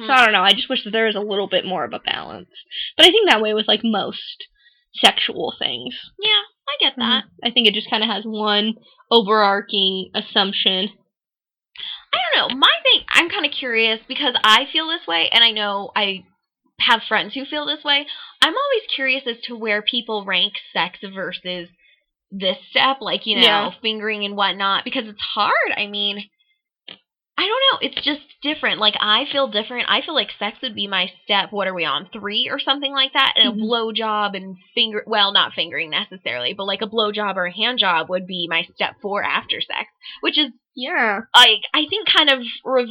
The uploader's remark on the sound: This time with some technical difficulties! Excuse the sound quality.